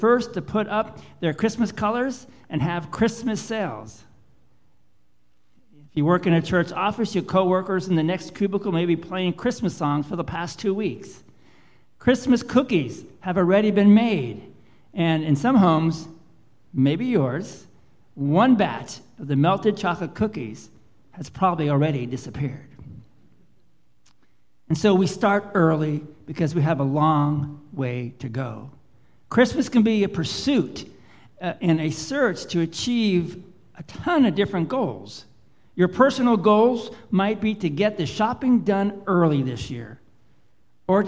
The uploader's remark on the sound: Live Worship Service